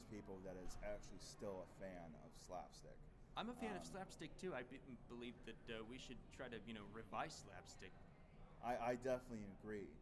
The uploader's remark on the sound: Live From Grossfest